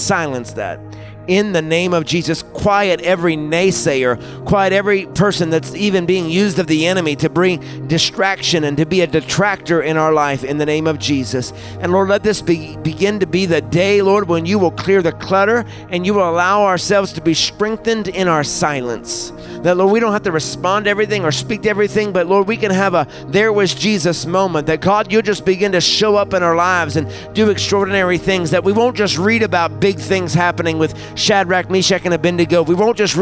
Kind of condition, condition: setting, large echoing room